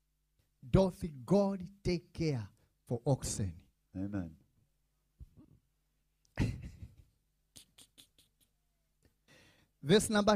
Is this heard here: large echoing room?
yes